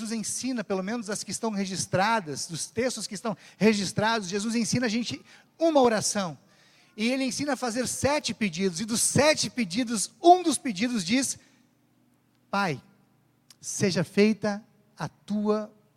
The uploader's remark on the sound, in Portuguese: Mensagem proferida no culto ao vivo do dia 15 de janeiro de 2023, da Congregação Evangélica Luterana da Esperança, de Brasília (DF).